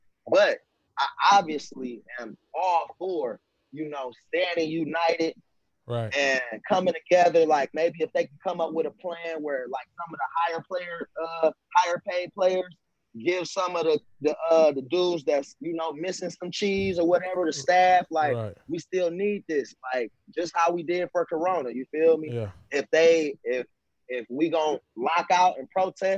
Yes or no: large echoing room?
no